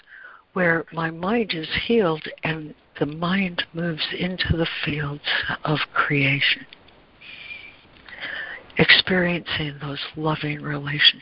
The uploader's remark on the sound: ACIM Daily Conference Call